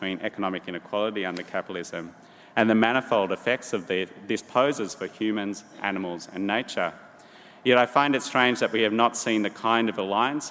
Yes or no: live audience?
yes